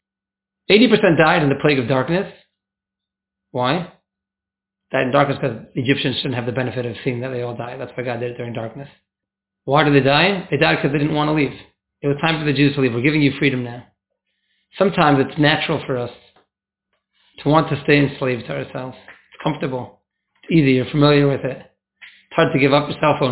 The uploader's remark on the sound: class recording